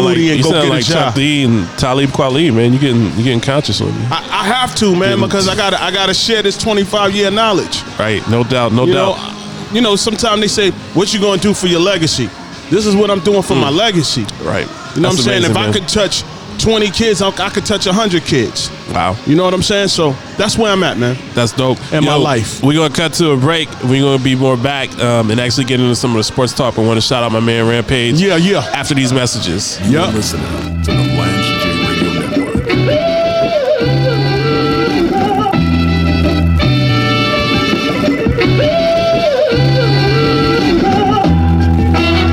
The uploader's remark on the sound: Live from Dave & Buster's